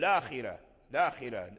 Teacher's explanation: لو لم نأتي بهمزة الوصل فليس فيها لورش إلا القصر فمثلا قلنا الآخرة وأردنا أن نأتي بعدم همز الوصل فنقول لاخرة